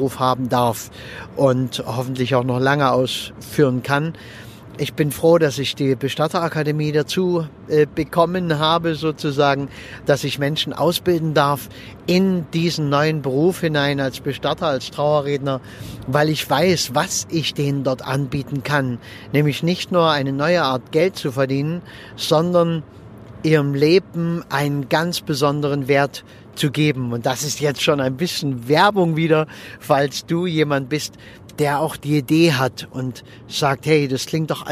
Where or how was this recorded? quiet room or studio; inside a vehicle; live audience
inside a vehicle